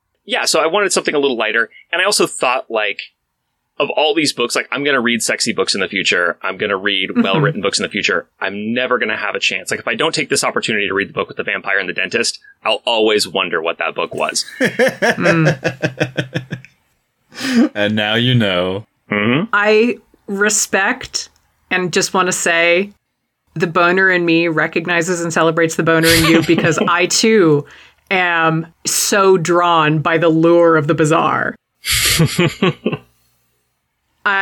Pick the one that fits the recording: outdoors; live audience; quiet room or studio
quiet room or studio